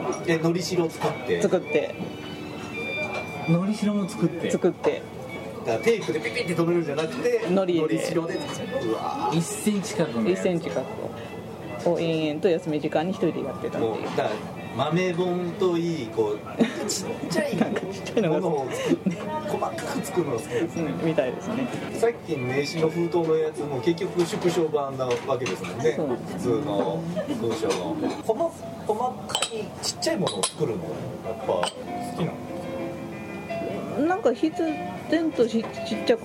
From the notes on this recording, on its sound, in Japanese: 店内BGMなどのノイズがガッツリです。お聞き苦しいかもしれませんがご容赦下さい。